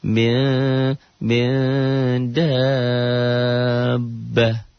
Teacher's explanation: Menda, dahnya jadi panjang. Asalnya satu alif berubah sekarang menjadi tiga alif, menjadi enam harokat. Asalnya dua ketukan menjadi enam ketukan.